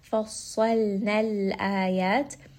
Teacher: So go from heavy to light. Lam has tawassut, meaning that we will rest on this for a moment.